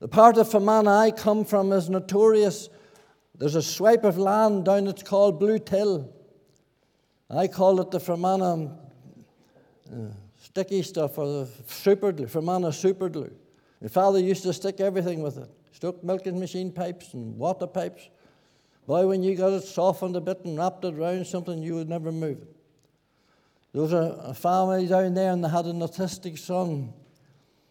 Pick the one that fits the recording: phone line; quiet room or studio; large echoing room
large echoing room